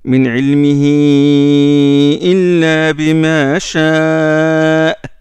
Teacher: Et quand il y a une hamza devant, il prolonge 4 harakats, 4 tons. 4 tons. Selon Riwayat Hafs, on a le choix.